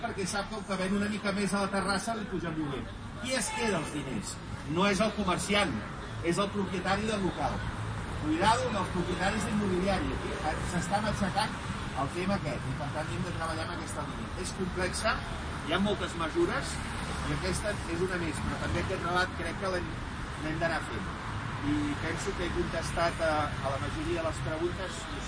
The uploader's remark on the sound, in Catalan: Xerrada al Mercat de Pagès del dissabte 5/12/2020